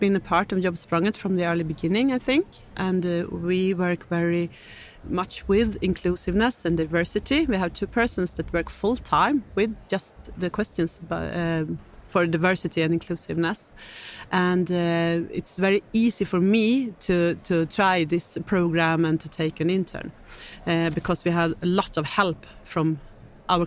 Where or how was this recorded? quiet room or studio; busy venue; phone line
busy venue